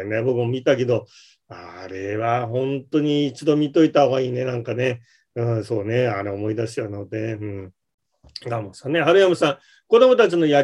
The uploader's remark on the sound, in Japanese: ZOOMで開催しますので、視聴者の皆さんと一緒にやりとりしながら双方向で番組を進めてまいります！